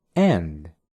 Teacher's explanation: en vez de decirla con un sonido A al inicio, la digas con un ligero sonido E